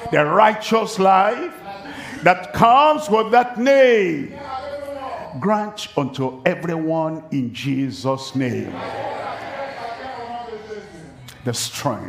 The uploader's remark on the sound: live from Douala, Cameroon